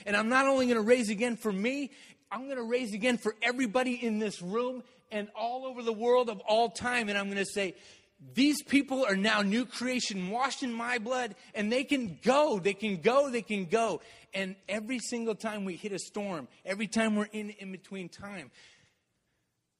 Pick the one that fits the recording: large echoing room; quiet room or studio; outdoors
large echoing room